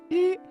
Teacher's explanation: 总体来说就是摩擦比湿弱一点，同时它的声带是颤动的